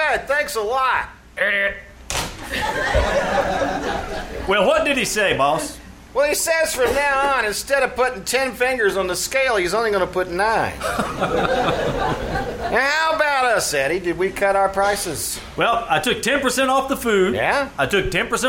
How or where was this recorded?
live audience